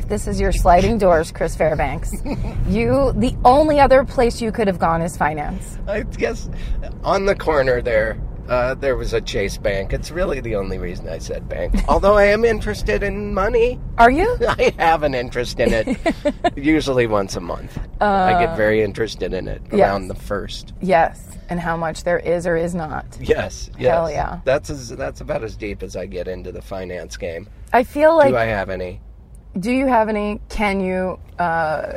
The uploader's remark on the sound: back in the car